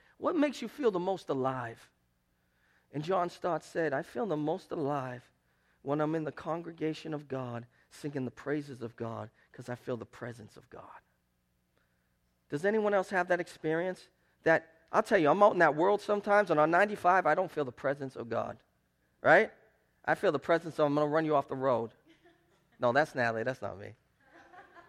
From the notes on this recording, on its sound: Preached at Restoration Road Church on April 30, 2017. 4 Oak Street in Wakefield, MA.